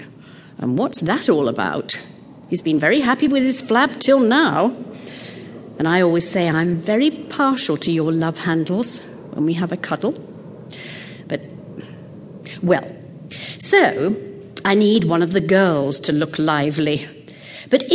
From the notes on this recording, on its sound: Recorded before a live audience at the Skirball Cultural Center, Los Angeles. The use of amplifier feedback to punctuate her speeches doesn't help.